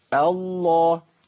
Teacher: اسم الجلالة مفخم اللام والهمزة مرققة